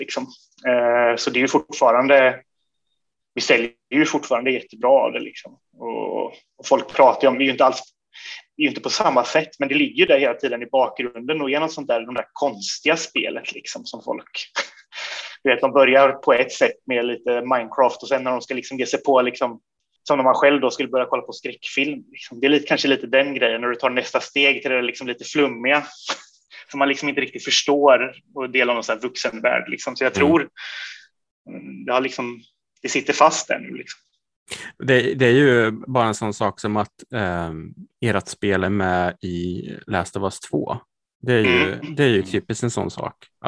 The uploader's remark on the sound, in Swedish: Intervjun är genomförd via Zoom.